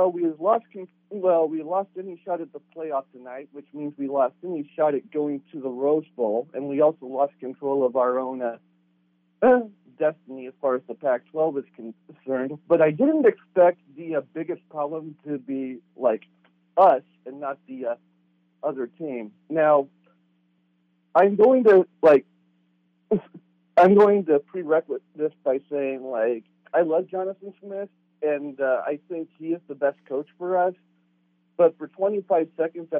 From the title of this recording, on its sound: Arizona Postgame Call-In Show